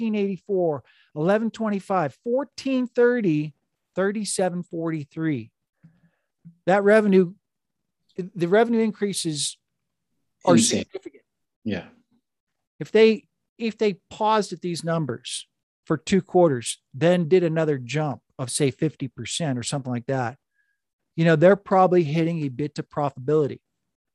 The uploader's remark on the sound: This week's Zoom meeting is with a fairly savvy investor who has built up a nice portfolio.